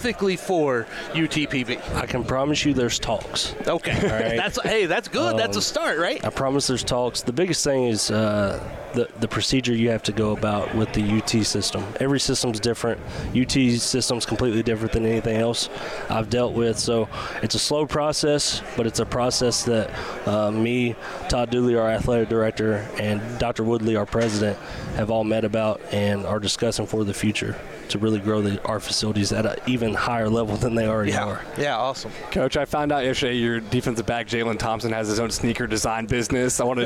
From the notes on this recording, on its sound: LIVE from the 2023 Lone Star Conference Media Day. It's a special edition of The Republic of Football as we go live from Lone Star Conference Media Day and talk to coaches and players around the conference.